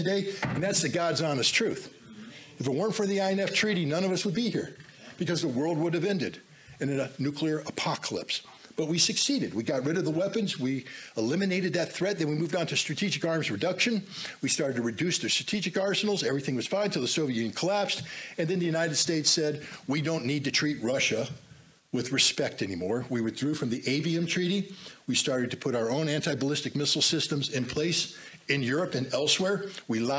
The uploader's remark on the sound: speaks to the Summit Against Hypocrisy 2023 in Washington DC